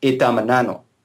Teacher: there's a schwa in between the M and the N, so it's itamanano, um, and that's really just a phonological artifact.